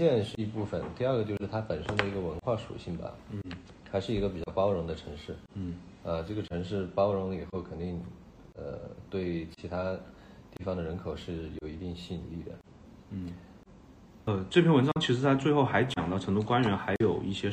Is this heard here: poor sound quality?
yes